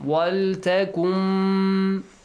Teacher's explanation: you merge noon to mim with mim, and yeah, prolong it for two beats · Term: Idgham